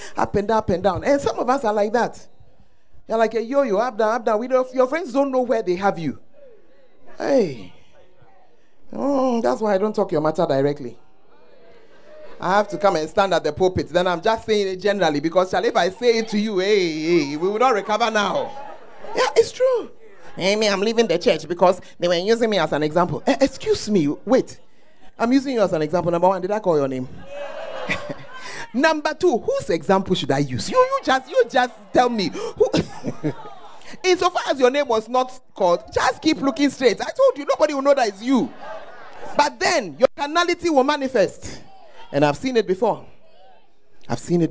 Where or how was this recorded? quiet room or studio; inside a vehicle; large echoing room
large echoing room